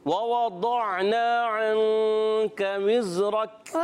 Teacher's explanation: دود کو عین سے ملانا ہے، عین کو باریک رکھنا ہے، دود کو موٹا رکھنا ہے. اور الف مدہ ہو رہا ہے، الف سے پہلے زبر آ رہا ہے، الف مدہ.